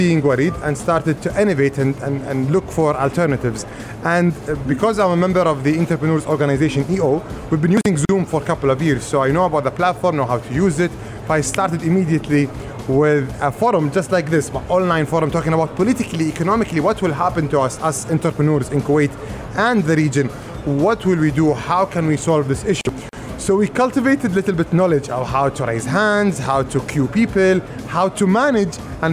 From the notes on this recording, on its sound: Pulse Live at IGCF.